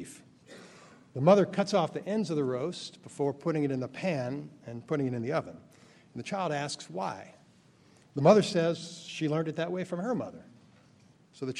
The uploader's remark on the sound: Keynote Speech at the City Bar’s 7th Annual White Collar Crime Institute. Gives the keynote address at the New York City Bar Association’s 7th Annual White Collar Crime Institute.